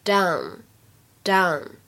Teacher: 果是英国人来读，会读成 don，don 是一个发音比较靠后的长元音的“哦”。这个单词呢，如果让美国人来读，当中的元音呢，会有一些偏向口型最大的长元音“啊 ”